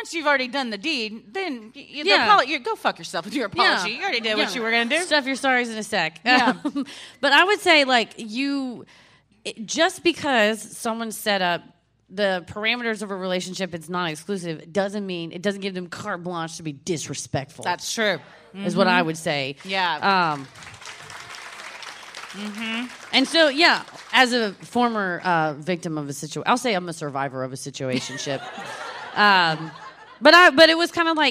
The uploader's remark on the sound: Recorded Live at Helium Comedy Club - Portland.